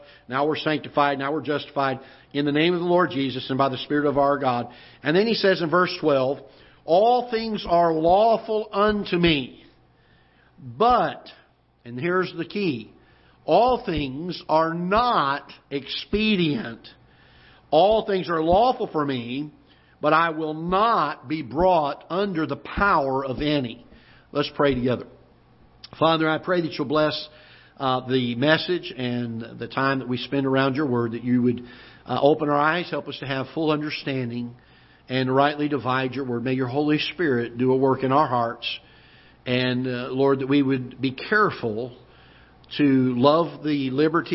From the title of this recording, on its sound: Ketha Heights Baptist Church ~ Live Broadcast